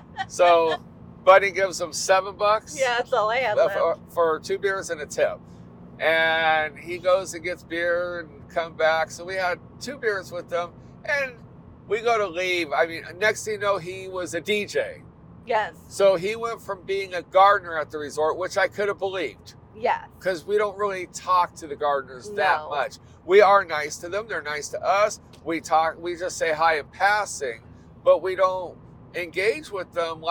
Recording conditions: inside a vehicle